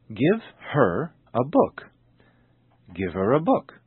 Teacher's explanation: the H sound, h, is often dropped in personal pronouns such as he, him, his, and her. And when it is dropped, what is left is a vowel sound, and the vowel sound is always linked to the preceding word. · Notice how the H is dropped and how give her becomes giver. · Term: sound linking